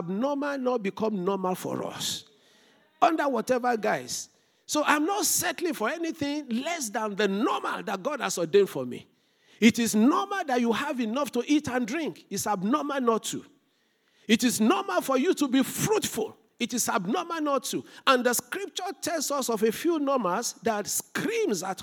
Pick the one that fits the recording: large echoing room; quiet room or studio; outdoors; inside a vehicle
large echoing room